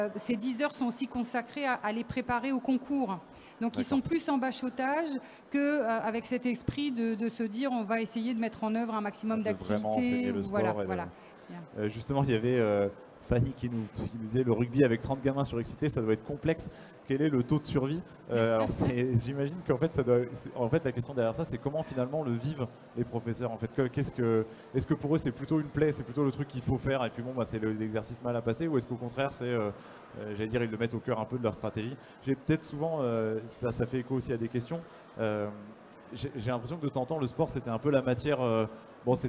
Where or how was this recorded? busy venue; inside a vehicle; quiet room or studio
busy venue